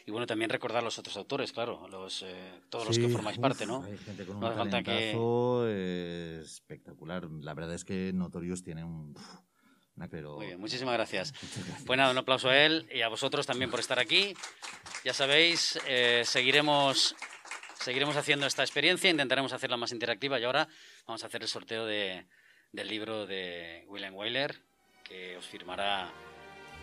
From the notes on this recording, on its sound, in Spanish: Desde el Forum de la Fnac de Valencia, damos forma a una experiencia Radiovisual. Interactuando con el ´publico asistente.